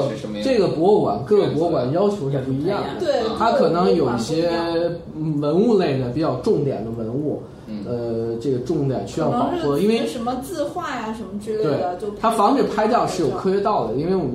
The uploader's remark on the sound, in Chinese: 本期节目为在张大妈办公区用录音笔录制，可能有街道上的杂音，请见谅。